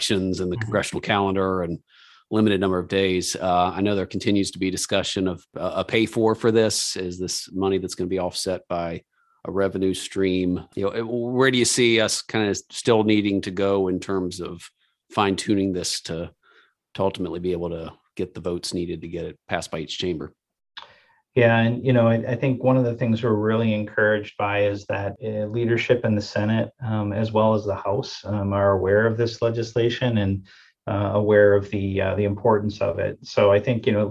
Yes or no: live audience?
no